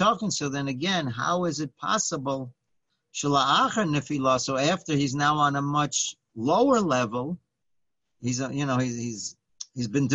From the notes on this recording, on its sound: Live On Zoom.